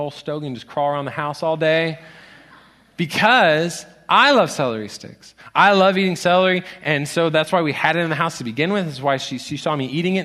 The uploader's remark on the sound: Location: Grace Bible Church Southwood